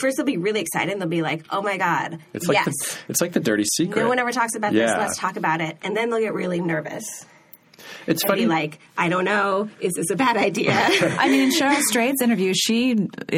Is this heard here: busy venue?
no